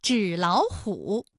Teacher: 第一个音节变成二幺，第二个音节变成三五